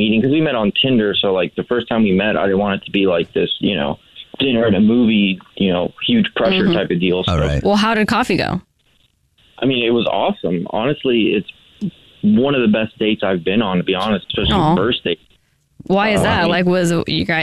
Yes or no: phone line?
yes